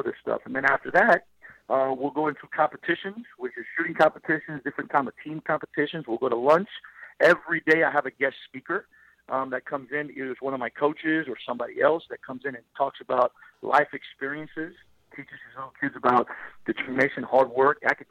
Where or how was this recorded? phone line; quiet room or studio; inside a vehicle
phone line